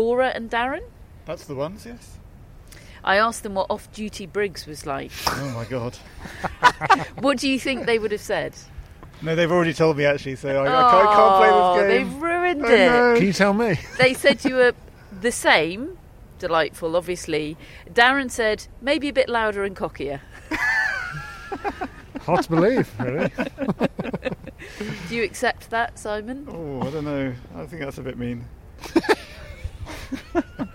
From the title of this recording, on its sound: Live from Wimbledon